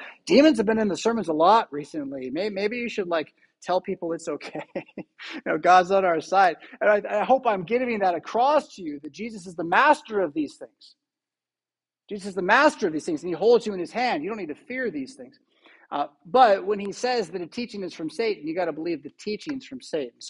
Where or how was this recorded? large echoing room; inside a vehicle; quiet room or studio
large echoing room